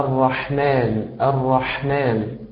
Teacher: نطقك لحرف الحاء فيه ما يعرف ويسمى بصفة البحة، وهذه البحة هي أن تنطق بحرف الحاء هكذا: الرحمن الرحمن.